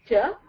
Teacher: So from the front portion, when you are saying cha, the tongue touches the front portion of the palate